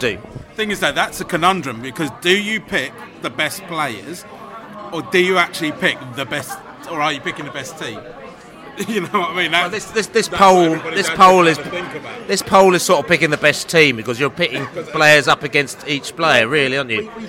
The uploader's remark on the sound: live and direct from The George IV pub in Chiswick